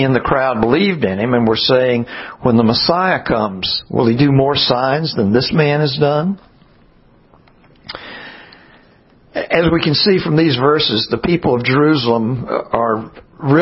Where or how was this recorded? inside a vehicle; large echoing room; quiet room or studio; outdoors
large echoing room